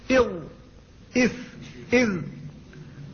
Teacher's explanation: فهي بين رأس اللسان ورؤوس الثنايا العليا